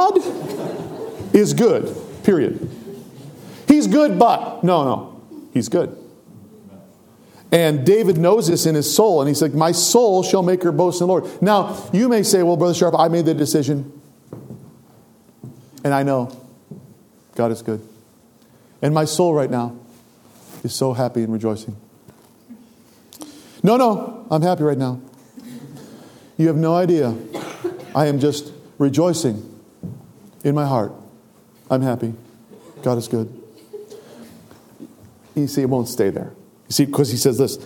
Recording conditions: large echoing room